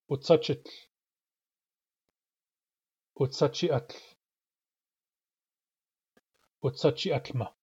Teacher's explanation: So the lambda of otsachik disappears. The hardening is pronounced as a glottal stop. And this new lambda is part of the ending ut, not the original lambda from otsachik.